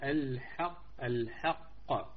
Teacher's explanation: مخرج الحاء هو الحلق والقاف أقصى اللسان